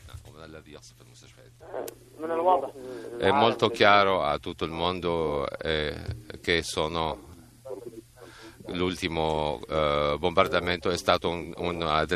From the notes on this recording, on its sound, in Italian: Al telefono il direttore dell' Ospedale Pediatrico di Aleppo.